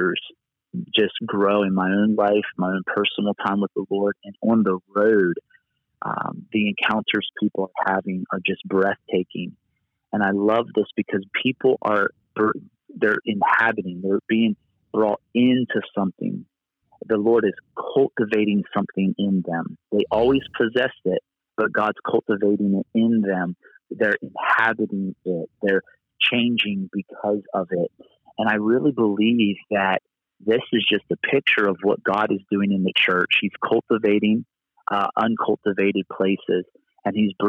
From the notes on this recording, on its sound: Location: Phone. On today show I have back with me on the phone.